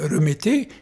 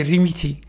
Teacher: dans le parler arabe, l'accent « e » n'existe pas, c'est plutôt le « i » qui existe · Shown in: second take · et ne prononce pas, au lieu de dire « remettez », il dit « rimiti ».